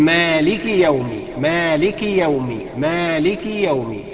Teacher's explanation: الصحيح فعلا ان احنا نكسر الكاف مش نسكنها حال وصلها بما بعدها